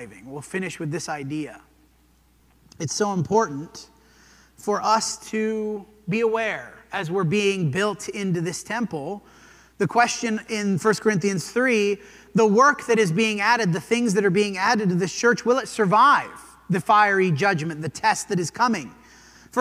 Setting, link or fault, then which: setting, large echoing room